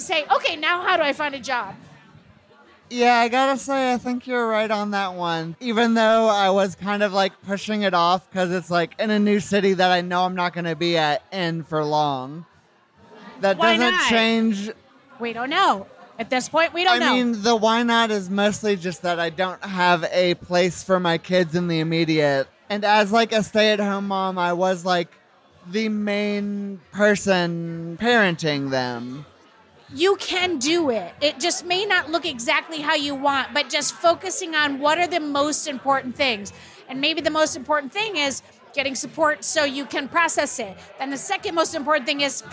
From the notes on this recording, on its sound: Take the show to a bar for live questions from folks with problems enjoying cocktails.